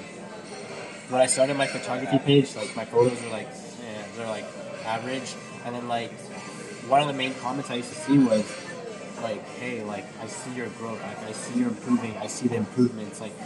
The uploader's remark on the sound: I decided to pull my phone